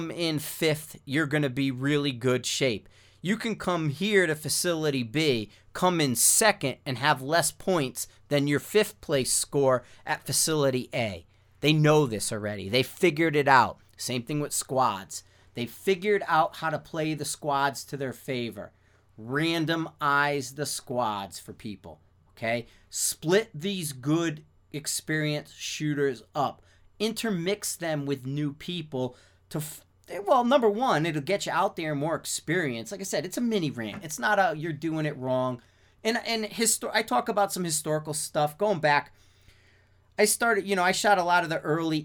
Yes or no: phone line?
no